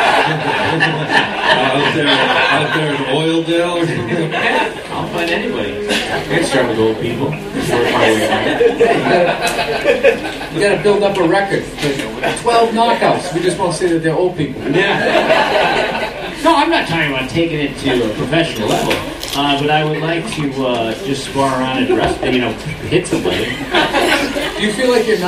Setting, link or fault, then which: setting, live audience